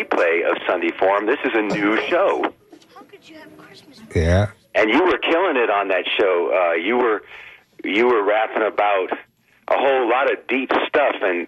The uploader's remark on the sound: unique magazine format call-in show